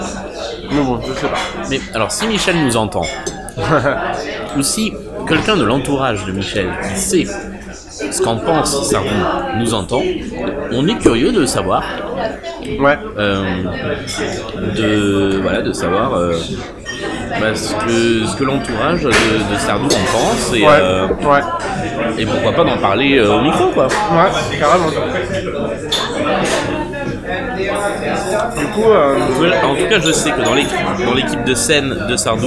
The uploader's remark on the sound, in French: On espère que la qualité du son sera pas trop agressive pour vos oreilles.